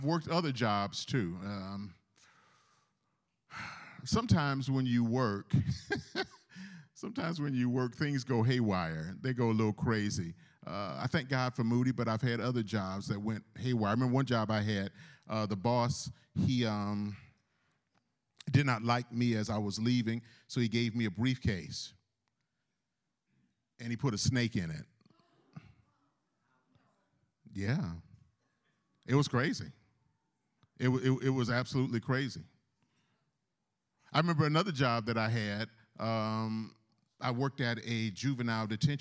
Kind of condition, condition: setting, large echoing room